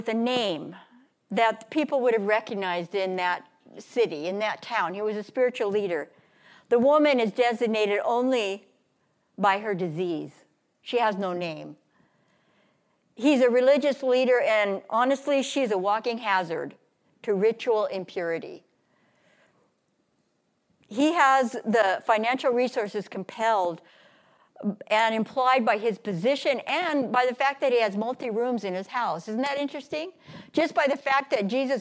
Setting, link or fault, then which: setting, large echoing room